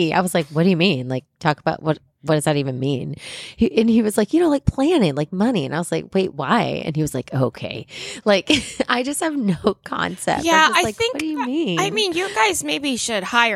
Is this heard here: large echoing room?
no